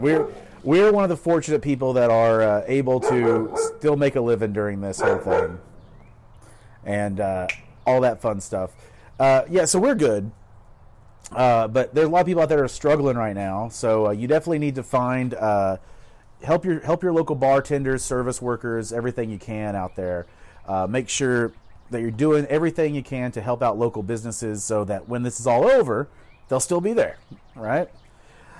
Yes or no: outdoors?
yes